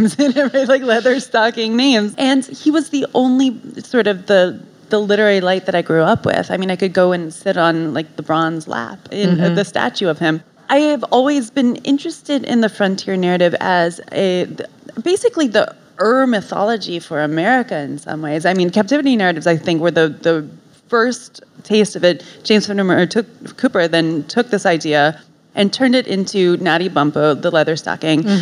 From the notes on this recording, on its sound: live at Barnes & Noble Union Square